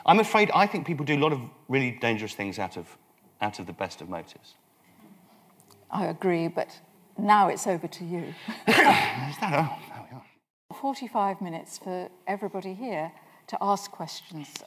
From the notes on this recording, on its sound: Recorded on Monday 14 October, 2013 at Kings Place, 90 York Way, London N1 9AG.